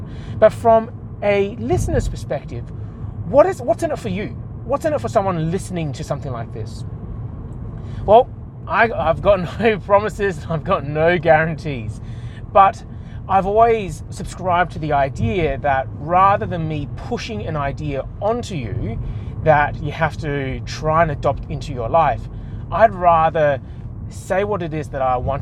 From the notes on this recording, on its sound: I record this whilst I drive to the 15 minutes or so to work, so its intended to be small and bite-sized. I must speak for the duration of the entire drive to work.